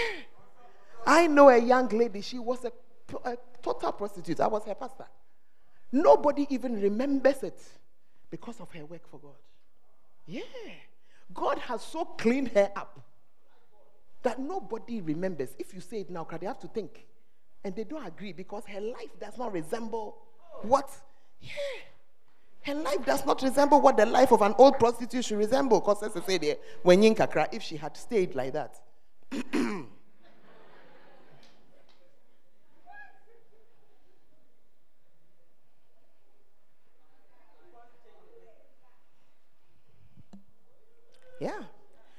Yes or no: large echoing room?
yes